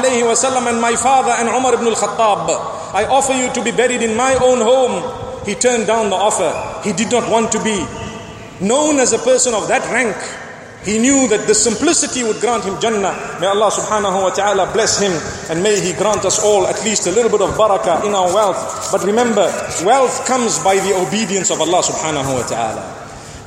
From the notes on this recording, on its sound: Delivered at Tuanku Mizan Zainal Abidin Musjid